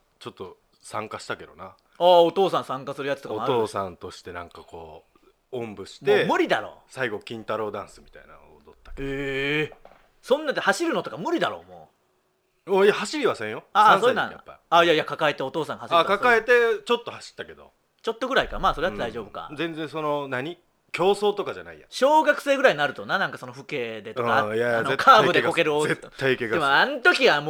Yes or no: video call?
no